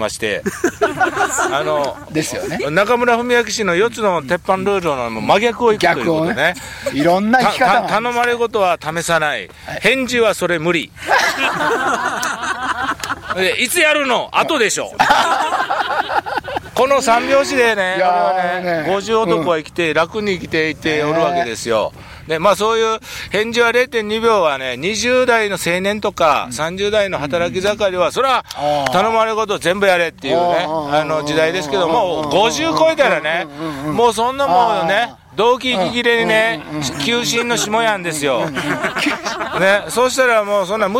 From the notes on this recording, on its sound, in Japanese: 長野県ビーナスラインの霧ヶ峰高原にて。バイクツーリングをして青空対談収録を開催いたしました。